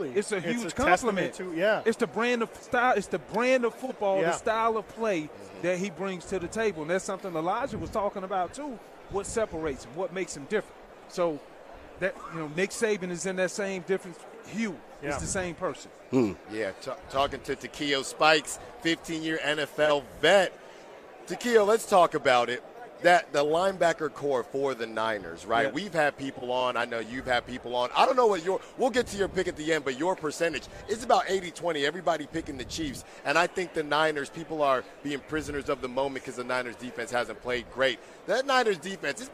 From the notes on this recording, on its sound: RADIO ROW FRIDAY continues LIVE from Las Vegas!